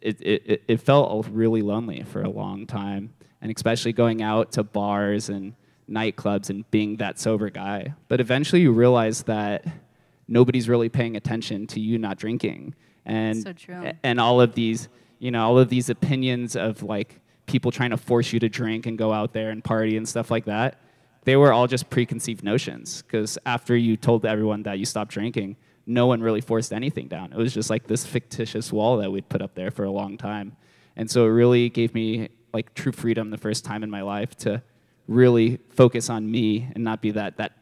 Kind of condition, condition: setting, busy venue